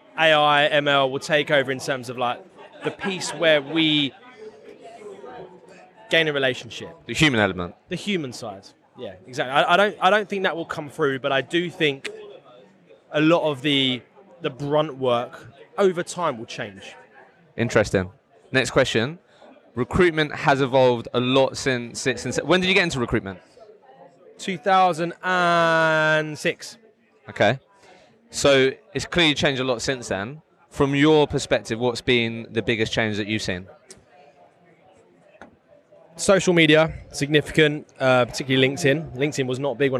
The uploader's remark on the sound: The Future of Recruitment at the Recruitment Agency Expo in Birmingham. I recently attended the Recruitment Agency Expo in Birmingham, so I thought I would walk around with the microphone and record some podcast episodes on the future of Recruitment!